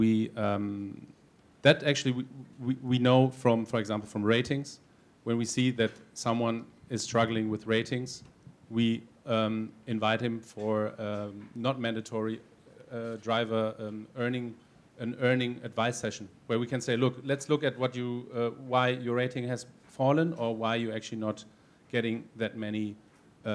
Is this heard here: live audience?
yes